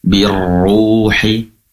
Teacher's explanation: tebalnya juga untuk roh yang berharakat dhamma perlu mengangkat kembali pangkal lidah ke atas